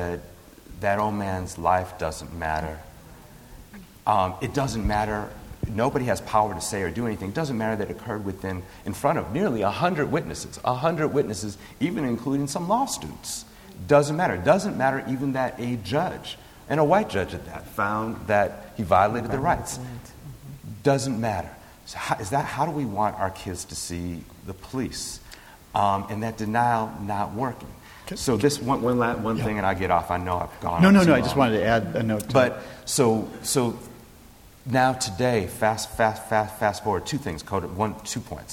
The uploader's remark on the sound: This panel discussion was recorded at the Youth/Police Conference at the University of Chicago Law School in April 2015.